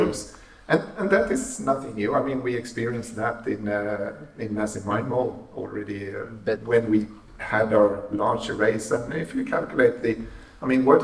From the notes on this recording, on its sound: Live Podcast. A live recording from the Wireless Future Symposium. A panel of experts answered questions that we received on social media.